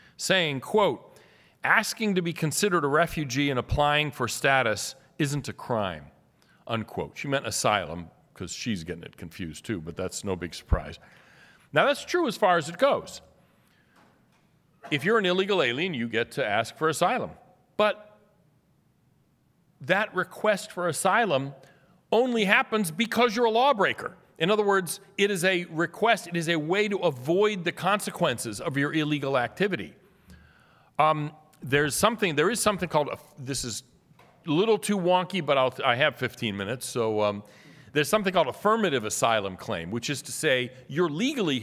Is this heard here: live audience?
yes